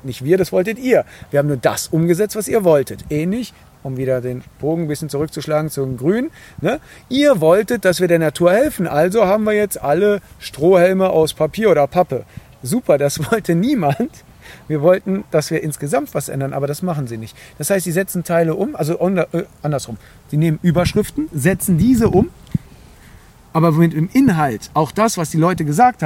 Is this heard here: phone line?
no